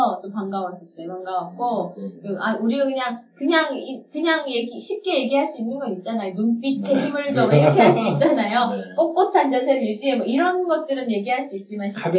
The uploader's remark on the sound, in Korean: (1회부터 3회까지 음질이 고르지 못해 양해부탁드립니다.)